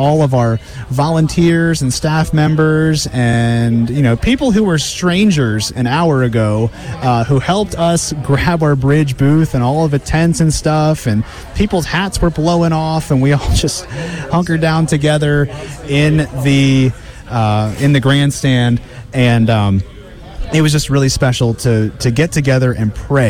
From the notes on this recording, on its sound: broadcasting live from the Delaware State Fair, during a tornado warning!